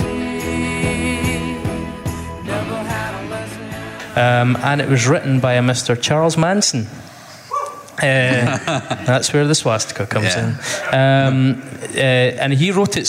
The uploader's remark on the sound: The Pop Punk Mixtape LIVE. We take some questions from the audience too.